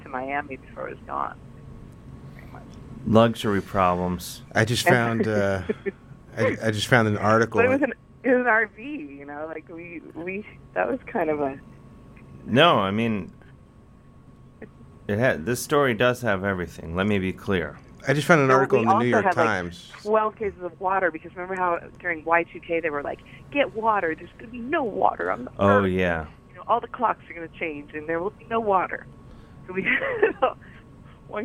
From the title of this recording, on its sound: a lengthy phone call he had last week